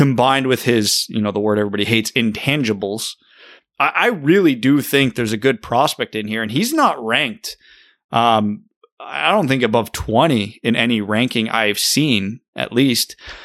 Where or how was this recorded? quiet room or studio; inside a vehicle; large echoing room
quiet room or studio